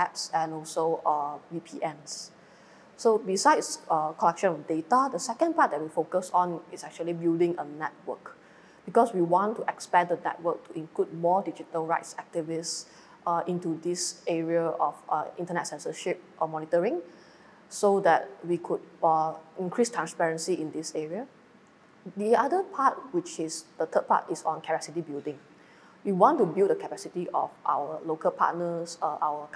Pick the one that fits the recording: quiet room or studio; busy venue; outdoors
busy venue